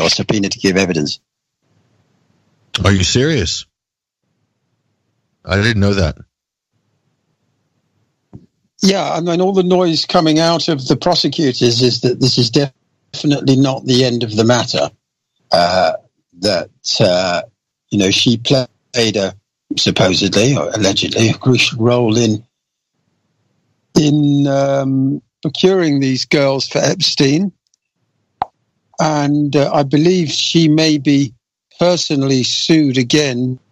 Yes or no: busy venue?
no